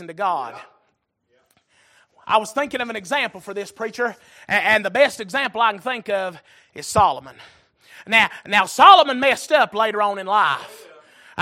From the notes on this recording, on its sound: Recorded January 22, 2023 - Sunday Evening Service